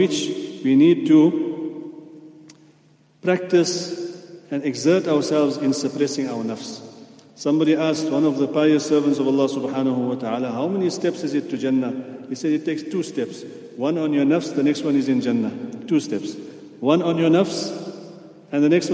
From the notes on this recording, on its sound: at the Houghton Masjid (West Street)